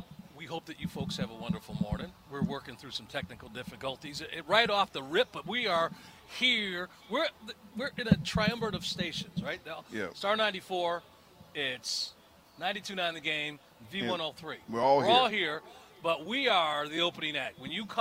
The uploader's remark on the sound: Live from the PeachTree Road Race